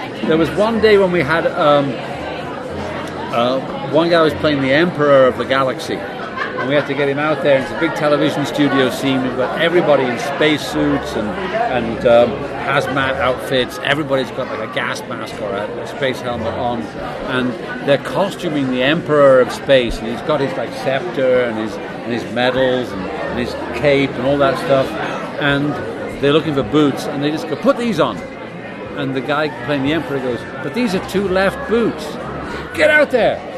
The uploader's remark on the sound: At his local pub (Under The Sun in Boulder) and over a few beers we have a fantastic chat.